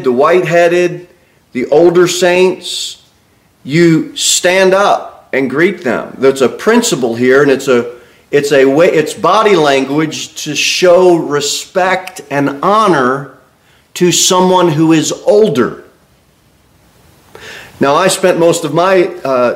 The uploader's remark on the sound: Sermon delivered at Pilgrim Baptist Church on Thursday, January 18, 2024, at 6-15 pm. A bible-believing, independent Baptist church.